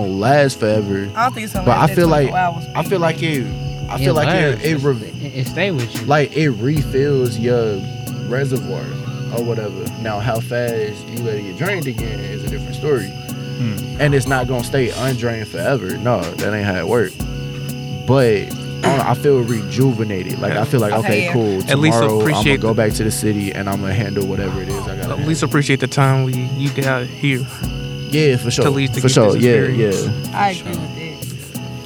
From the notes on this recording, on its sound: Recorded live at Shaw Nature Reserve, Missouri Botanical Gardens, September 22, 2023 around a campfire.